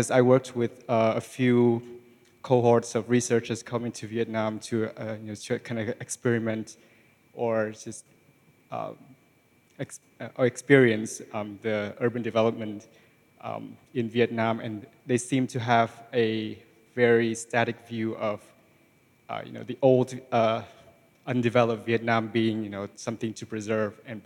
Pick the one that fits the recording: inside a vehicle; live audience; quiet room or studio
live audience